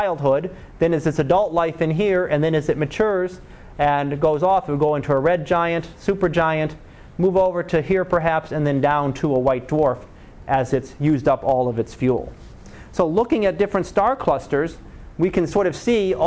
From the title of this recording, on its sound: Live Class Lecture